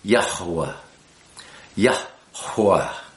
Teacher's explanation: It's two syllables, really, yah and hua, and you blow the hua so that there's almost a little syllable in front of the second syllable.